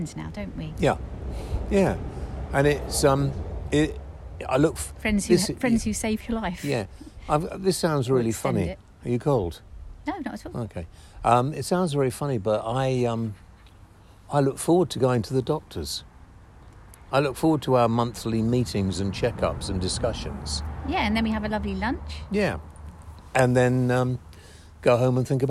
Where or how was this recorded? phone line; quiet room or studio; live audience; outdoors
outdoors